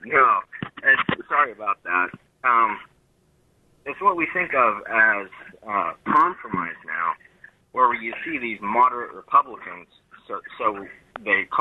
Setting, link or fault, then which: link, phone line